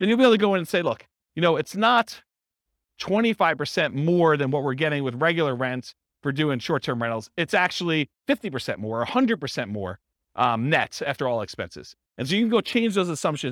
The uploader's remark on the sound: This was a live class recorded